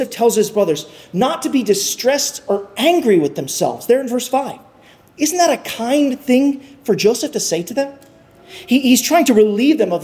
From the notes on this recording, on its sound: at Arlington Baptist Church in Arlington, Virginia